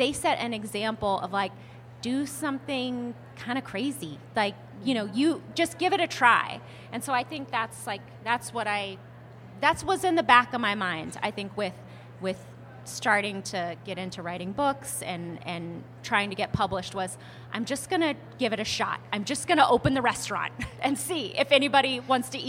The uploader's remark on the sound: Part two of a special LIVE episode.